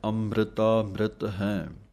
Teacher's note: ਅੜੇ ਦੀ ਟਿੱਪੀ ਨੂੰ ਆਵਾਜ਼ ਦੇ ਕੇ ਬੋਲਣਾ ਹੈ